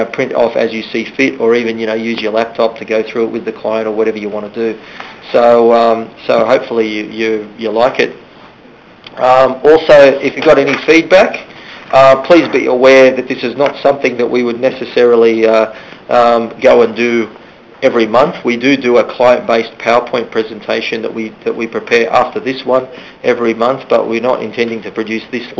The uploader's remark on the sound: July Research Teleconference